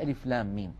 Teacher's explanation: من ثلاثة أحرف ميم مكسورة بعدها ياء ساكنة بعدها ميم ساكنة، لام آخرها ميم ساكنة وميم أولها ميم مكسورة، فندغم الميم الساكنة في الميم المتحركة · Term: مد لازم حرفي